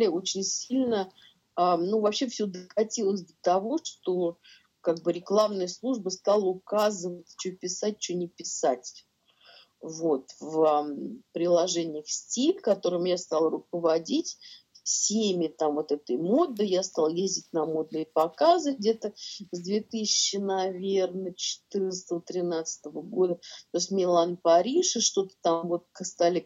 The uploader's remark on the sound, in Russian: В пандемию прошлой весной мы говорили с ней по Zoom. Запись не студийная, Zoom.